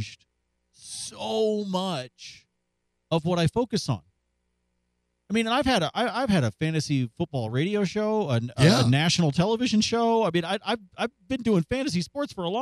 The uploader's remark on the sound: Calls from Fort Worth